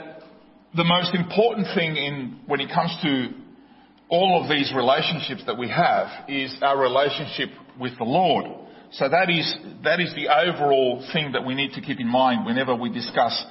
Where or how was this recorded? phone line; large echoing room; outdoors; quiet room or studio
large echoing room